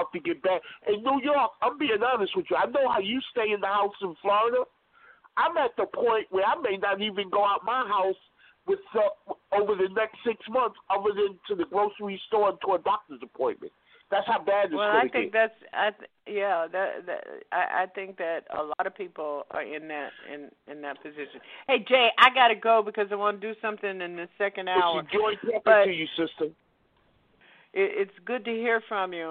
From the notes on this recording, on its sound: listeners who "call-in" via telephone